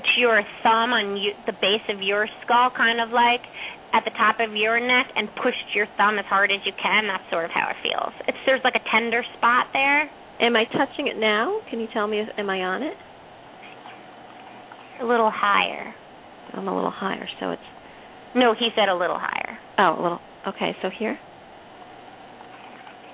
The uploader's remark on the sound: Open up the lines for listeners to call.